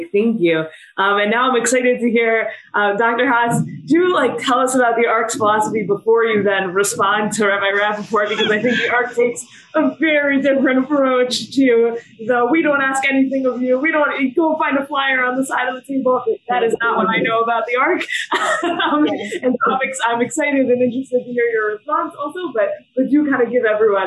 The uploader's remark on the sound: This audio was originally captured from Zoom. As part of Drisha's Winter Zman.